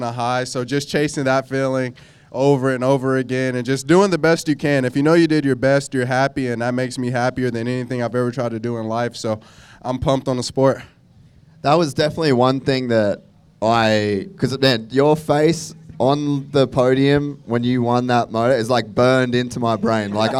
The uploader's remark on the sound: Go live from the 2023 Vurb Classic at NxtLvl101.